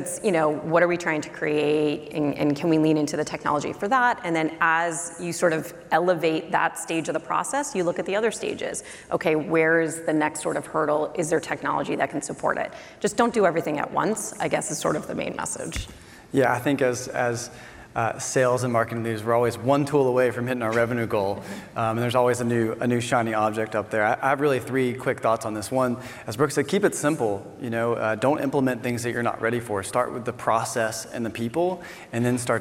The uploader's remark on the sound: This session replay from the B2B Sales & Marketing Exchange. An esteemed panel from companies such as OutSystems, TechnologyAdvice and Pickit.